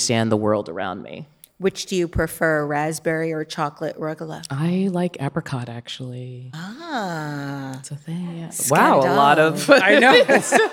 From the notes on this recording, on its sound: joins live from the Design Matters Tour